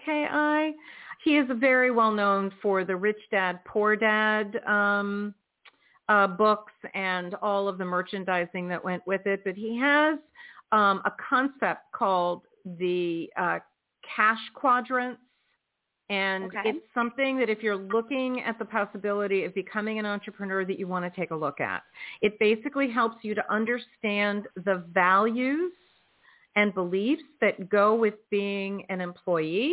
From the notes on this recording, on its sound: in response to callers' questions